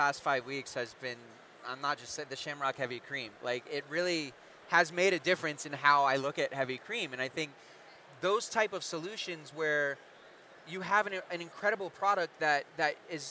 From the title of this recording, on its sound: Live from The Shamrock Foods EXPO